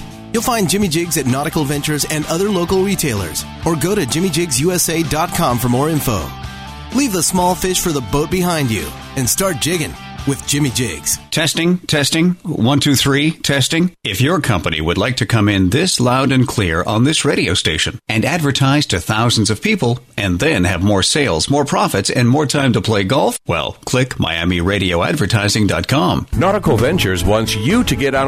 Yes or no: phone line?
yes